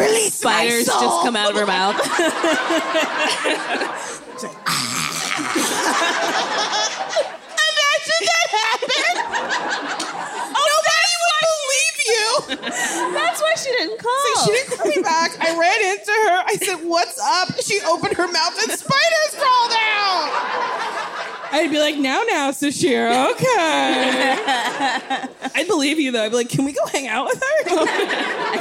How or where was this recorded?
live audience